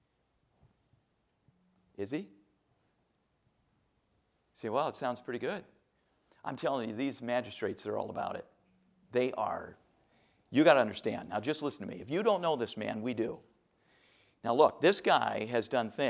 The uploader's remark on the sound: A message preached from the chapel platform at Baptist College of Ministry.